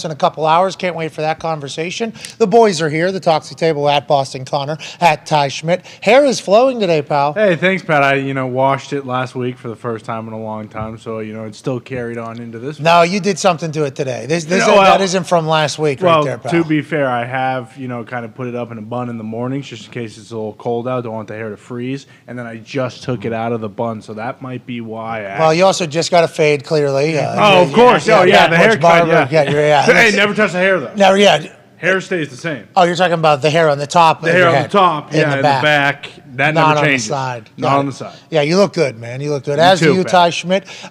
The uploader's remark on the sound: LIVE From The ThunderDome